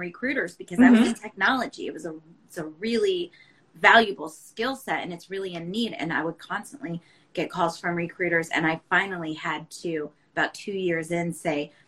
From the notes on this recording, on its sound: This episode was originally recorded as an Instagram Live